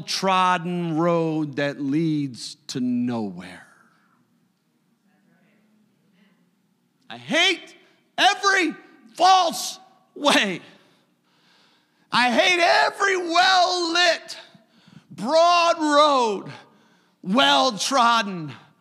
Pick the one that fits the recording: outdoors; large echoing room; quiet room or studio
large echoing room